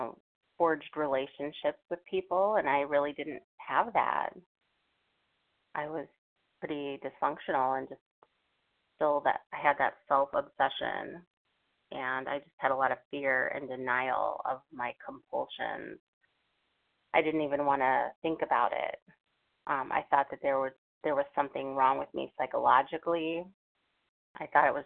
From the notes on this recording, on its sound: from the 100 Pounders Phone Meeting, 11/7/23.